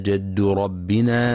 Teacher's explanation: وتقرأ كلمة جد بفتح الجيم لا بكسرها